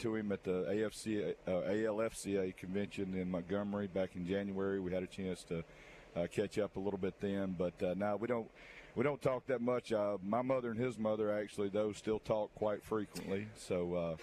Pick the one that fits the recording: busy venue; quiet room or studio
busy venue